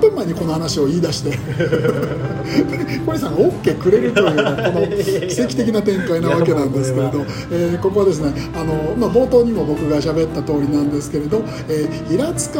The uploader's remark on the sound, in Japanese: 神奈川平塚にある「ニューローズ」。実は今回、スタジオをを飛び出して平塚の「ニューローズ」まで収録に出かけたんですよ。雑誌連載の取材のかこつけてその場で収録をお願い、快諾してもらいました。